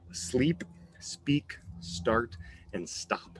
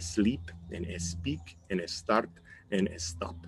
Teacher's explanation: Remember that there is not an E sound in front of these words. · Shown in: first take